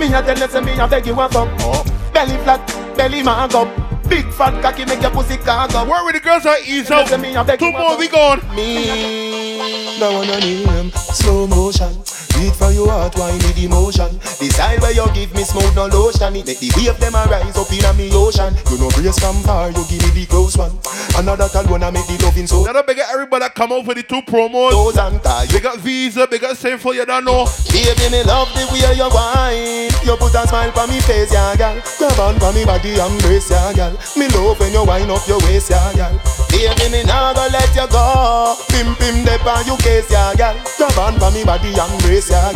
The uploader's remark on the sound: LIVE AUDIO LEVEL UP FRIDAYS - POWERED BY MADDD & BADDD LIQUIDO COCKTAIL BAR, WATER STREET BARBADOS